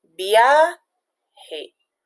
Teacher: En el caso de la palabra viaje, la sílaba tónica es viaje, donde vemos la mayor fuerza de voz en la palabra via